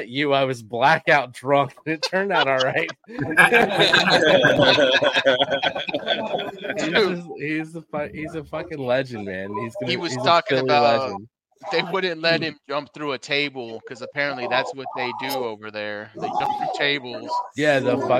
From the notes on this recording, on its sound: Enjoy the audio playback from our LIVE show at Copeland’s Bar and Grill !!